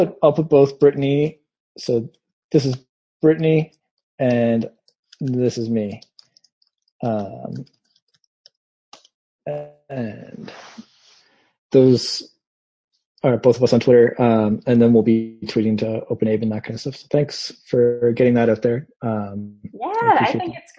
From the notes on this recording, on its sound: This Designers for Learning webinar was the second live session.